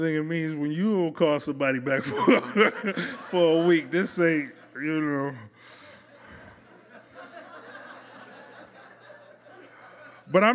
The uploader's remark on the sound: As they experience the accompanying song covered by our house band, live at Martyrs in Chicago's North Center neighborhood.